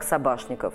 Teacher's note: Он должен был быть Собачниковым, но он пишется и произносится как Собашников.